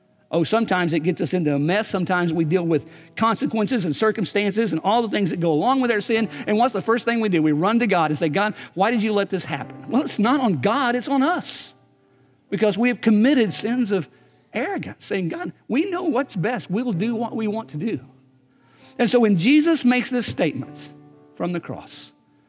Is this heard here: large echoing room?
yes